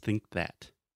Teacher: you have think and you have to make the k sound and then that immediately after